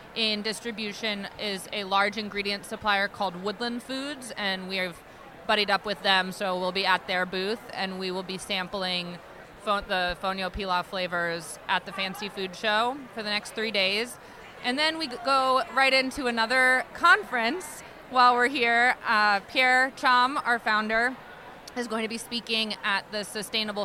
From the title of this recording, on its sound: at the Good Food Mercantile 2020